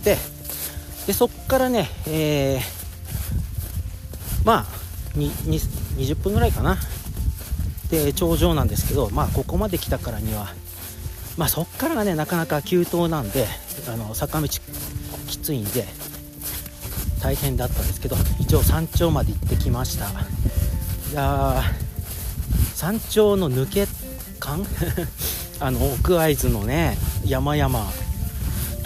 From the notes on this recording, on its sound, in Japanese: カエルが収録を邪魔して来ます。